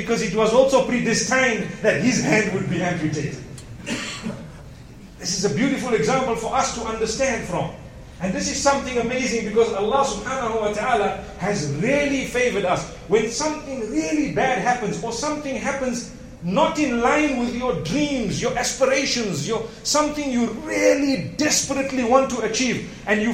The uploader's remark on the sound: Todays Jumu&#8217;ah Lecture from Masjid Al Falaah in Harare, Zimbabwe